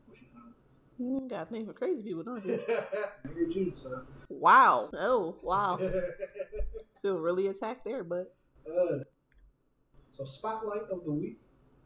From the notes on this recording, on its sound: Apologies for the audio this episode.